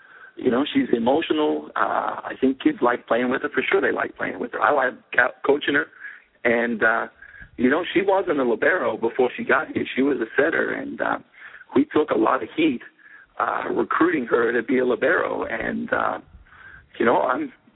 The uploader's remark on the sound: call